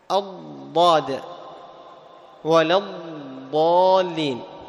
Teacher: فالضاد تخرج من حافة اللسان مع ما يليها من الأضراس العليا